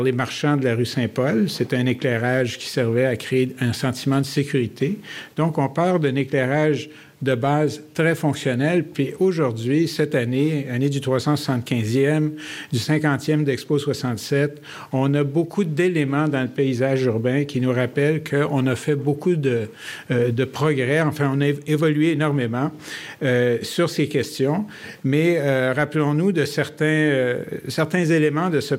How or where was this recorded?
live audience